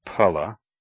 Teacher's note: Sanskrit ph, pa, is never pronounced as f, but as aspirated p. The word for fruit, phala, is not pronounced phala.